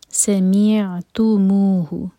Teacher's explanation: میم کسرہ کے لیے ہونٹوں کو پھیلا لیں، مے آواز نہیں آنی چاہیے